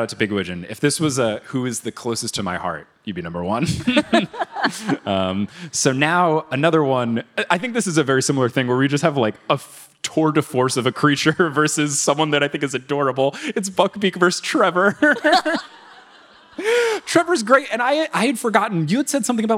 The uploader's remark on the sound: Live from City Winery in NYC